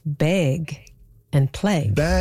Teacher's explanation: among some speakers, particularly notable in Vancouver and Seattle, and maybe a little bit of Portland, ags are turning into eggs, and surprisingly, A's are going down. · Term: pre-G merger